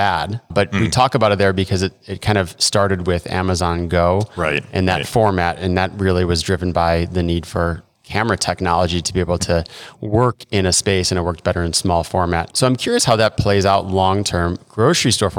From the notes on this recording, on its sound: We’re bringing you 6 great interviews recorded live and in-person at Groceryshop in Las Vegas, NV.